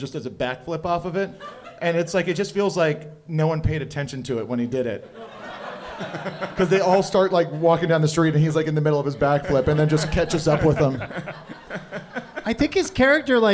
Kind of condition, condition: setting, live audience